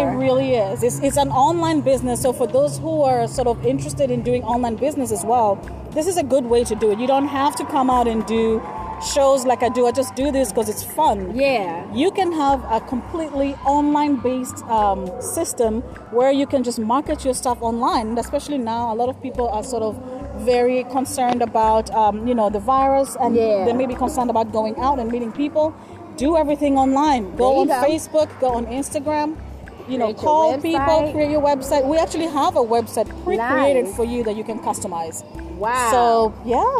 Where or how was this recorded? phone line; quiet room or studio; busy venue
busy venue